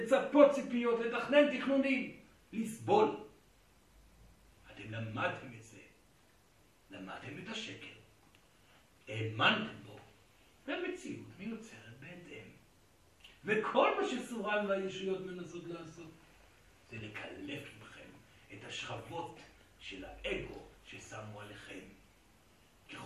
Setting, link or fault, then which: setting, live audience